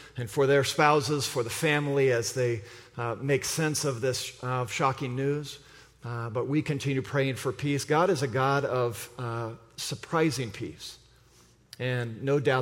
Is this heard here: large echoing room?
yes